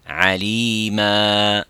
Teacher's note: Par exemple, si on s'arrête le mot, euh, si on s'arrête sur le mot euh, aliman, on dira alima. Et on fait un med de deux secondes, soit un alif. · Term: al-iwad